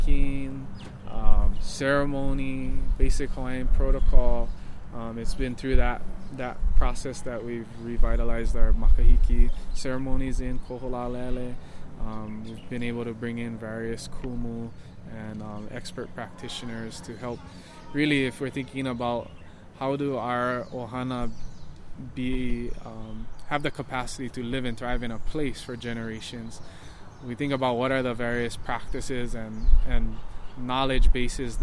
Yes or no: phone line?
no